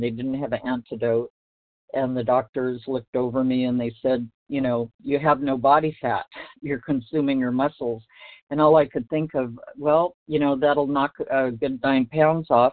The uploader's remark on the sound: from the 100 Pounders Phone Meeting, 9/6/23